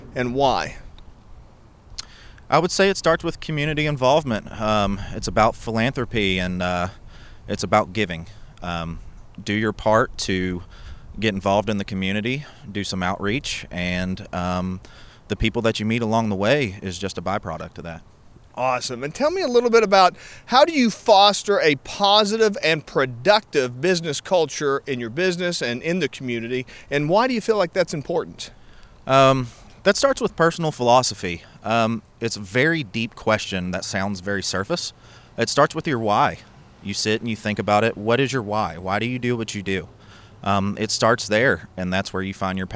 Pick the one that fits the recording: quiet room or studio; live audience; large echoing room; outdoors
outdoors